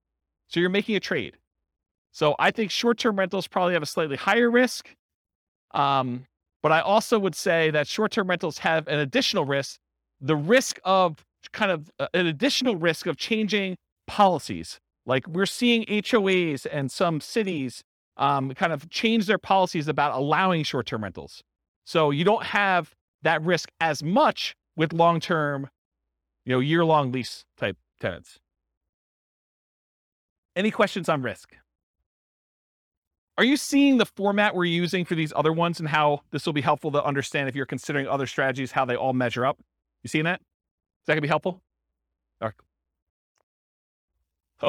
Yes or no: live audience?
yes